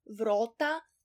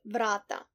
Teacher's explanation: A turns into wide O · Shown in: first take · for example, vrota instead of vrata for doors.